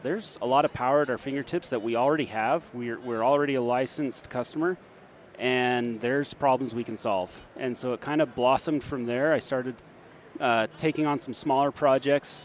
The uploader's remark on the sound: EDUCAUSE 2022. We saddled up our mobile podcast rig and took it to the floor of the show where we went in search of some of the greatest partnerships in higher education. Direct from the floor of the conference.